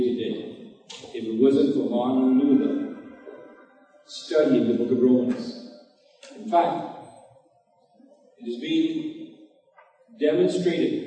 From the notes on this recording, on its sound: Note there are some Audio Issues with this recording